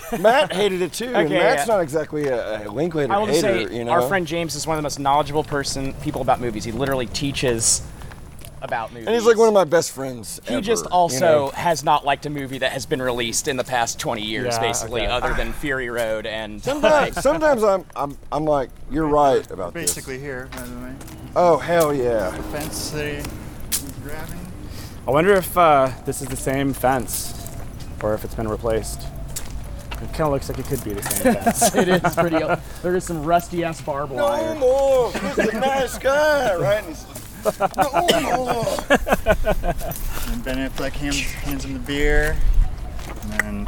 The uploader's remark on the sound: Live from Oblivion Access. A live transmission from the Oblivion Access festival in Austin, Texas.